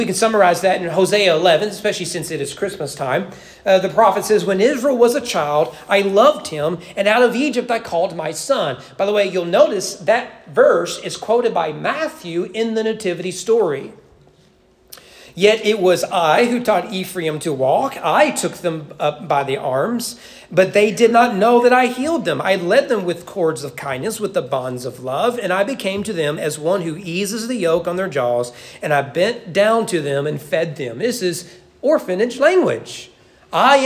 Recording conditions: large echoing room